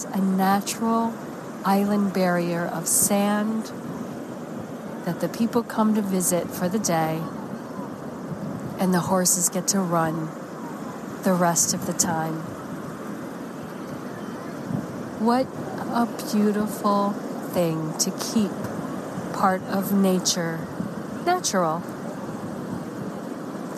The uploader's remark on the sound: LIVE from Assateague Beach and Chincoteague Island, Virginia, USA. This is a special on location Walk and Talk of our Mindfulness Summer Tour 2022.